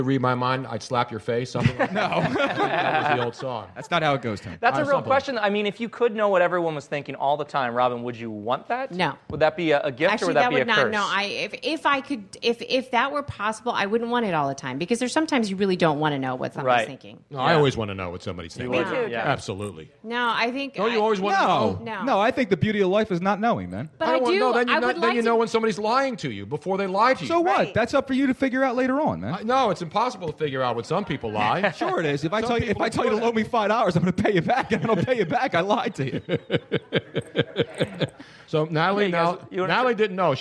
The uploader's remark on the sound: The live audience at Comedy Sports Theatre. A live call in from the owner of Nicks Place in Houston, Texas.